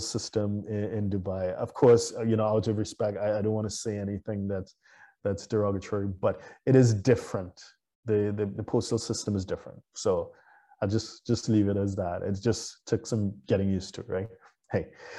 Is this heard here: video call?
yes